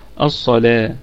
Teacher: اللام طبعا نرققها قوي لأنها أتت بعد حرف من حروف الاستعلاء